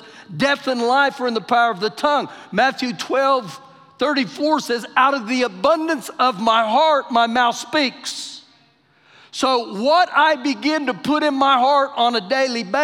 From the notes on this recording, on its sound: Recorded live during our Wednesday night service